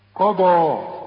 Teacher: قضى، القاف والضاد مفخمين، والمد كمان